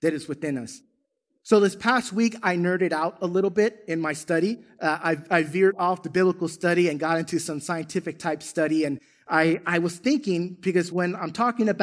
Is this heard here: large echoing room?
yes